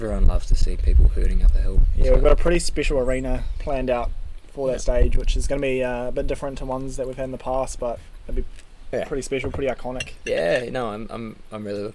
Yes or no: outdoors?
yes